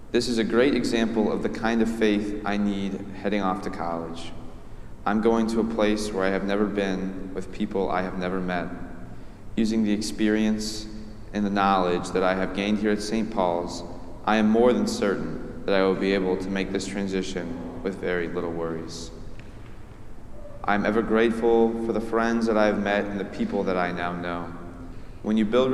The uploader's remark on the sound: preached at our celebration of the Holy Eucharist service on the Sixth Sunday of Easter